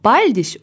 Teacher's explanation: Vārdā paļģis uzsvērta pirmā zilbe